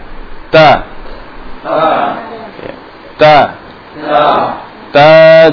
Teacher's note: Sifatnya hamas, syiddah, istifal. Dia hamas, nafasnya mengalir tapi suara tertahan, syiddah. Sehingga ketika disukun, suara mati tapi nafas mengalir.